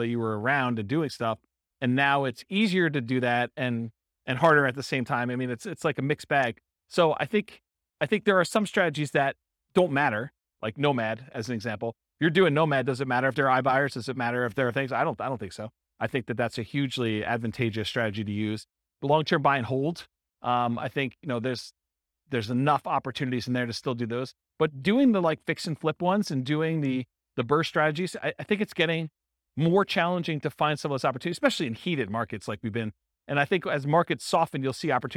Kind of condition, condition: setting, live audience